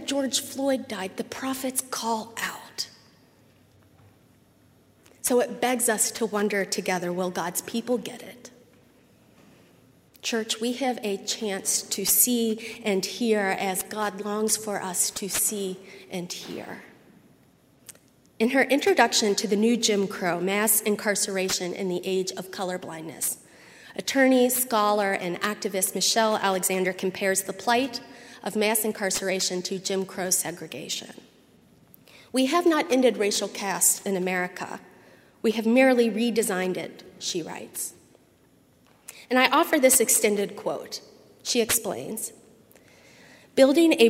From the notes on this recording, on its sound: At Highland Baptist Church, Louisville, Kentucky.